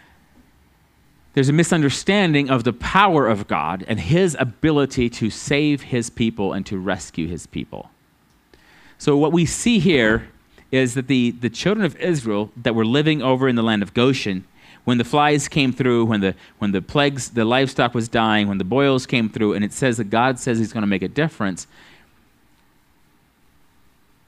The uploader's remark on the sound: At Living Water Fellowship Denver's Sunday morning service on July 24th 2022.